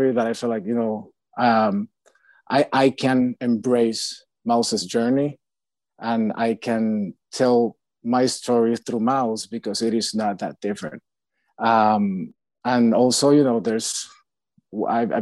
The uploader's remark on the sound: virtual Q&A